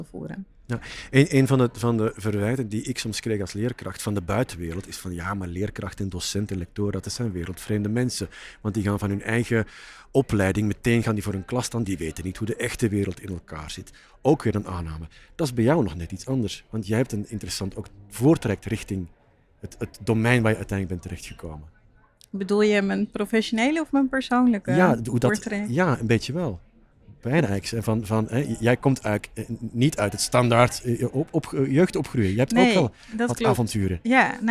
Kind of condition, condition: setting, busy venue